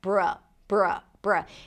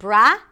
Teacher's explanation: And then the second syllable is bruh, bruh, bruh. It's a B sound, an R, round your lips for the R, and a schwa sound. · Shown in: first take · It's a very neutral vowel sound.